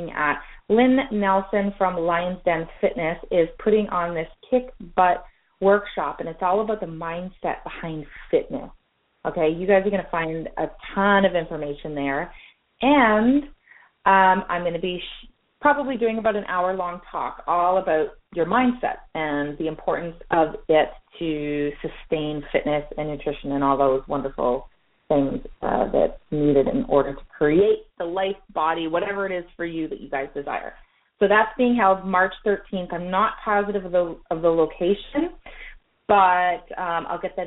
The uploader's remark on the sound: we are opening up the phone lines